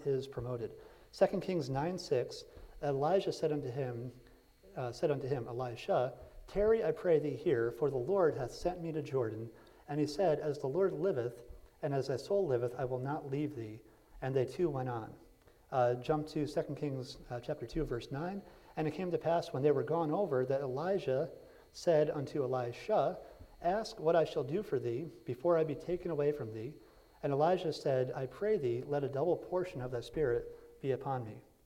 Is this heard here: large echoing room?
yes